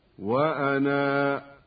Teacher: فإذا وقفنا على الكلمة اضطرارا أو اختبارا فجميع الأئمة ومعهم حفص يثبتون الألف هكذا: وأنا، وفي هذه الحالة يكون مدها طبيعيا بمقدار 2، وهكذا في كل نظير.